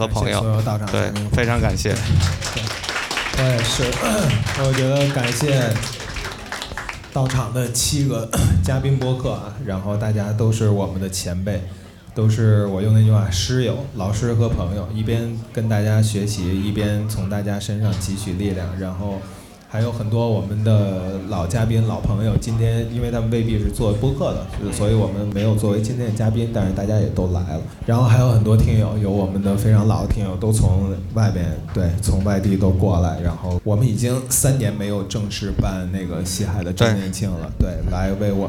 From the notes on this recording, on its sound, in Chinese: 我们在北京举办了 音乐·聚我们——首届「播客松」+西海之声7周年聚会 活动。我们将经过修整剪辑过的现场录音内容。现场录音设备协力品牌：Focusrite、RODE 麦克风。